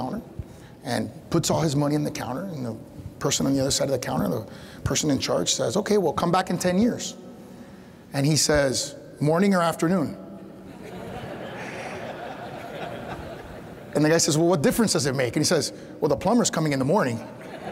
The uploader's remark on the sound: In this week’s Reagan Forum podcast, we go back one week to June 15, 2023 for our in-person event. A speaker in the Reagan Foundation’s Time for Choosing Speaker Series.